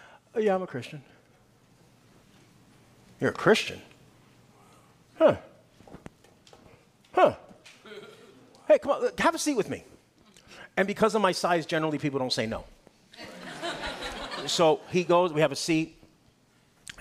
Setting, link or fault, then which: setting, large echoing room